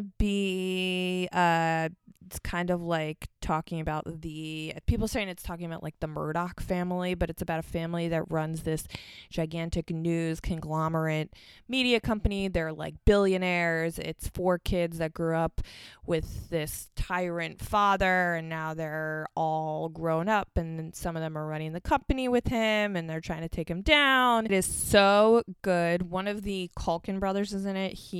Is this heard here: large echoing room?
no